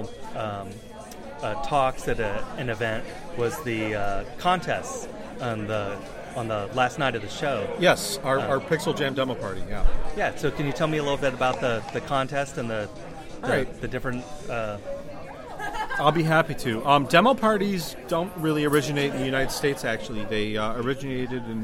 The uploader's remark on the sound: It was recorded at Ba-Con in Columbus last summer.